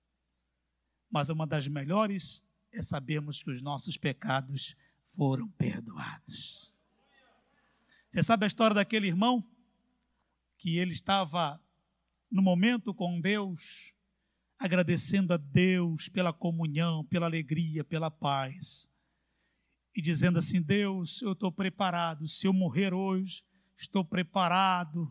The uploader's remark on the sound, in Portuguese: CULTO AO VIVO